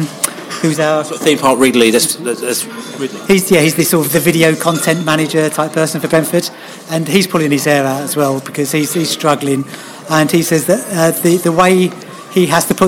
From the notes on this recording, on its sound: The Pre-Match Nottingham Forest Podcast From The Pub. The Beesotted crew met in The Olde Packhorse Pub in Chiswick High Road.